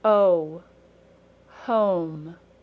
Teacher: The long O ends in a brief W sound.